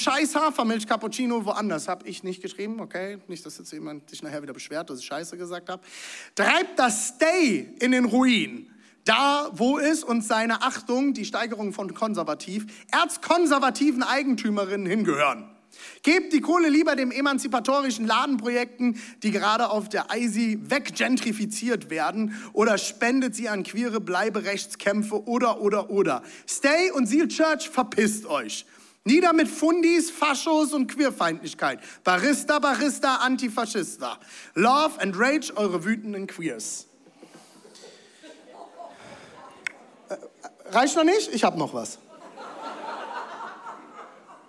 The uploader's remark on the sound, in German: Audiomitschnitt der Predigt